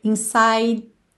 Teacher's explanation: inside para no D, com a língua lá no céu da boca.